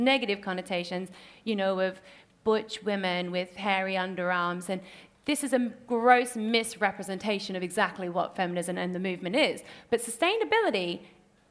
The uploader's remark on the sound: recorded at Selfridges